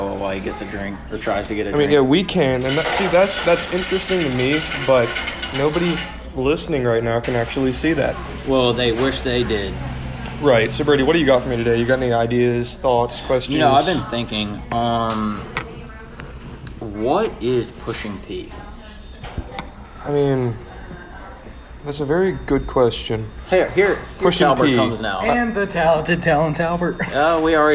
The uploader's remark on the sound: We set up a mic in Mcdonald's during an active tornado warning